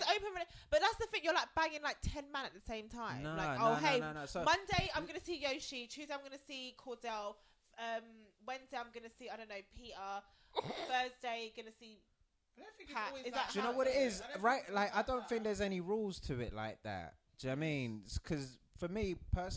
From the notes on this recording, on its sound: Disclaimer - The sound levels aren't that great, however, we didn't want to deprive you of the banter so we hope it doesn't put you off!